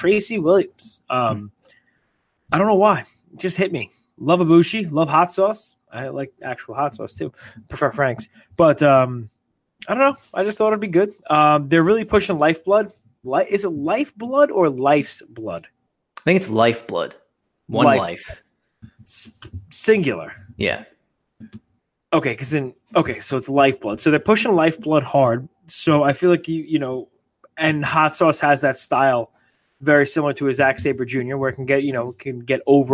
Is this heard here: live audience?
no